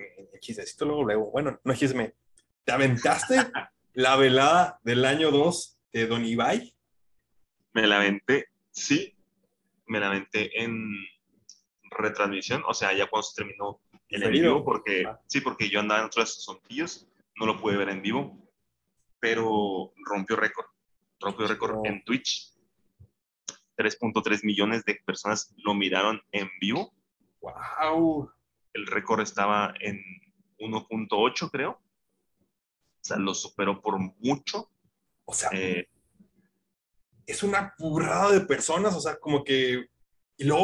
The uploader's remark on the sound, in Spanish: una disculpa con el audio al principio pero conforme pasa el episodio de va componiendo